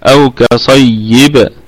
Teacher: الباء في حالة الوقف ستكون قلقلة وسطى ساكنة متطرفة لأنها ساكنة متطرفة، طبعا وصلا هي قلقلة نسبية لأنها ستكون متحركة.